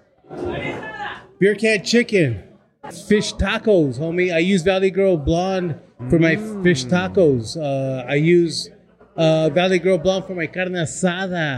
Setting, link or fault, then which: setting, busy venue